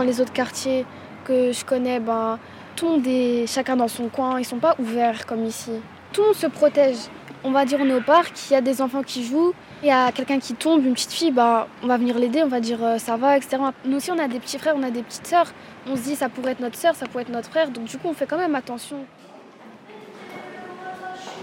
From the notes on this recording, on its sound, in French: Le Festival Des Blocs à la Cité Modèle n'a pas pu avoir lieu. On était quand même là, samedi 3 octobre, avec notre petit studio volant devant la Maison de la Création. Pour une émission avec les habitant·es et l'orga du festival !